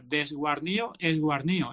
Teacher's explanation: Porque ya hemos visto muchísimas palabras donde desaparece esa D intervocálica, aquí desaparece la D intervocálica, guarnío, y desaparece también esa D que debería aparecer al principio · Term: aféresis